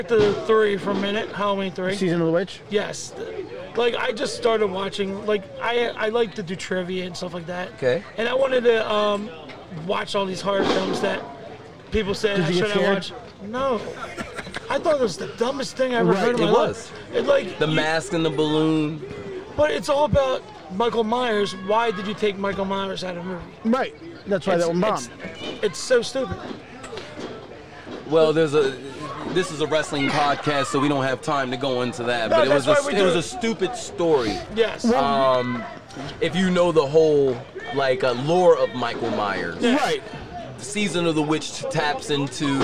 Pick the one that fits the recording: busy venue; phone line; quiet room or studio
busy venue